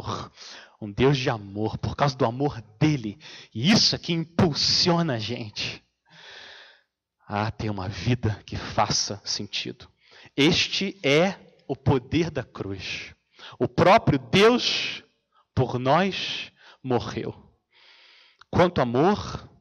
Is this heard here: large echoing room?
yes